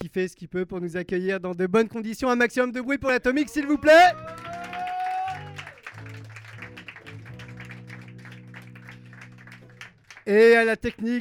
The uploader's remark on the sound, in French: Spoken words live show. Enregistré en live à l'Atomic's café à Nantes.